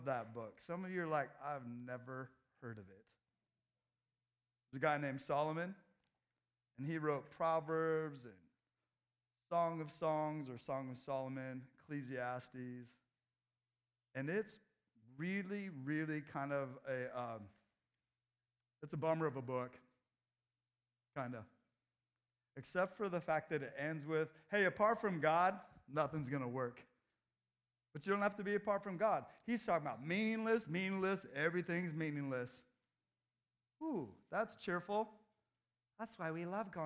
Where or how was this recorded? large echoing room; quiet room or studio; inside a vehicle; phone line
large echoing room